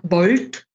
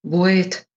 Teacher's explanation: Typisch mittelbayerisch ist die sogenannte L-Vokalisierung beispielsweise, etwa im gerade gebrachten Wort Void. Da ist das L eigentlich ganz verschwunden zugunsten eines Selbstlautes, eines Vokals. · Shown in: second take · Deshalb sagen wir da eben Vokalisierung dazu.